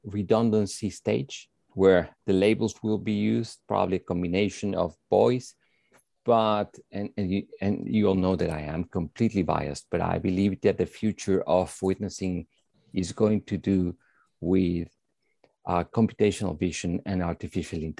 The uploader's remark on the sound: conversations our panels are having in the 'after party' zoom